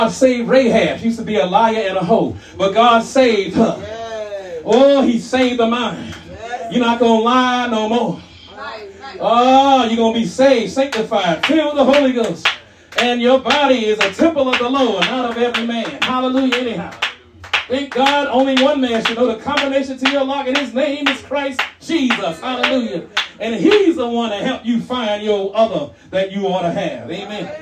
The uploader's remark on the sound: shared this message live at RACC on 9/24/23.